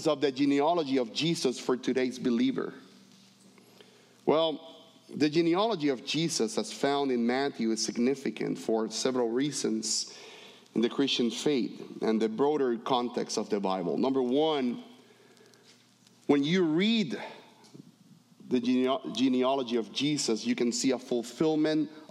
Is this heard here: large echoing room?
yes